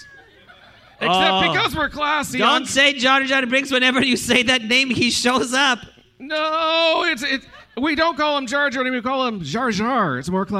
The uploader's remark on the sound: Especially when it is in front of a live audience at Canada’s FanExpo at the Metro Toronto Convention Centre?